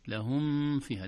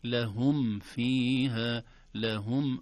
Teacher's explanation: ولكن الصحيح أن الميم الساكنة إذا جاء بعدها فاء تظهر · Shown in: second take